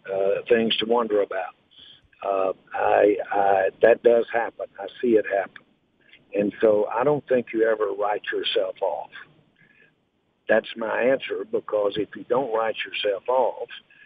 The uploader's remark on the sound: called in to the Ben and Skin show